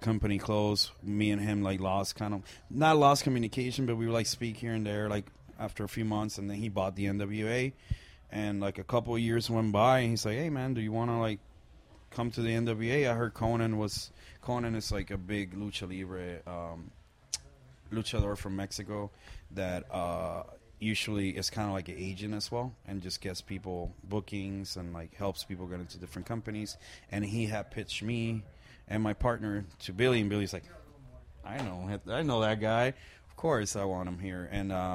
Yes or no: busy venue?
yes